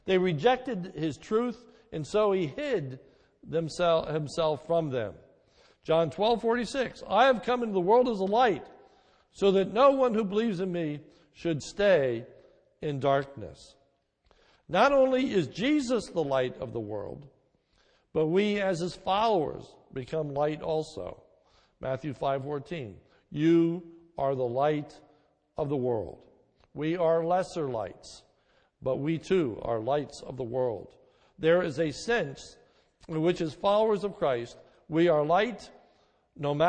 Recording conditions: large echoing room